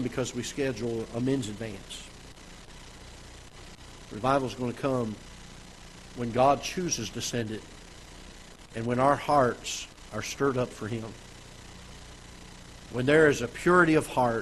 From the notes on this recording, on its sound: Ketha Heights Baptist Church ~ Live Broadcast.